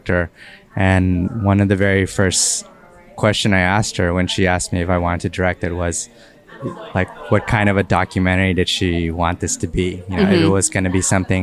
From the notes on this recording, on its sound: Live broadcast from the SFFilm Festival's filmmakers lounge. In this live interview.